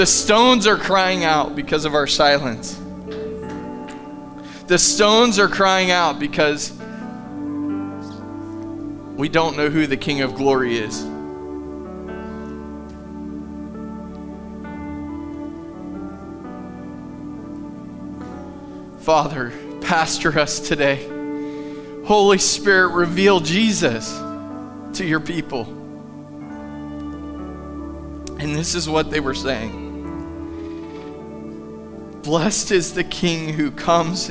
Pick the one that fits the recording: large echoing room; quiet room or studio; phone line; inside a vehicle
large echoing room